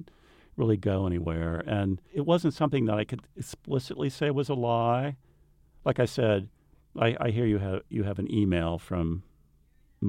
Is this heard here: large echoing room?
no